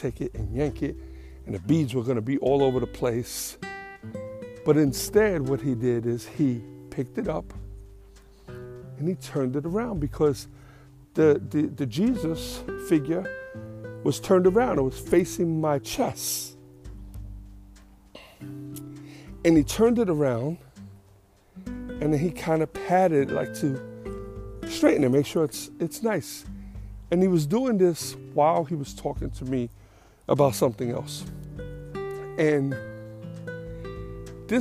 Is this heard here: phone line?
no